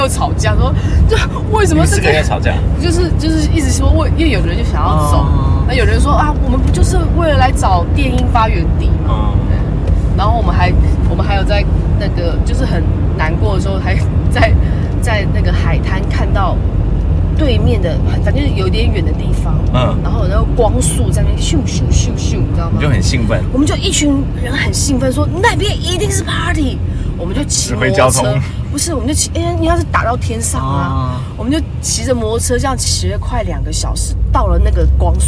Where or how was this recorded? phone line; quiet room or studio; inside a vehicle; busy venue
inside a vehicle